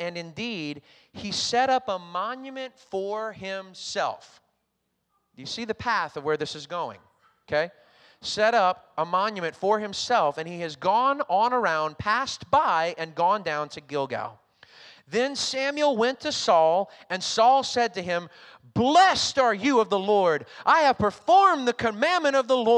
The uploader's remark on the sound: recorded on Sunday, August 1st, 2021, during service at The Anchor Church in Rockport, Maine.